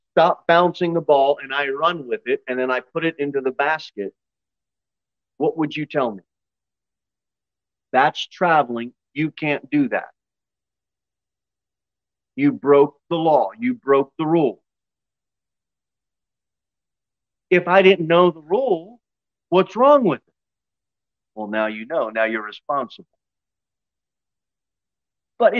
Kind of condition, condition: setting, large echoing room